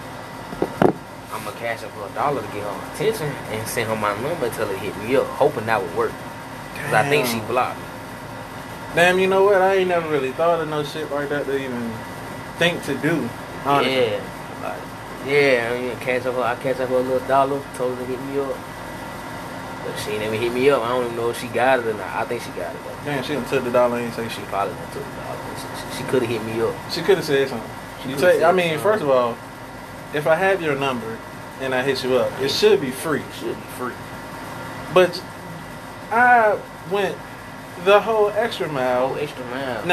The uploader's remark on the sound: "Balcony Banter". Outside noises are heard, given where we recorded.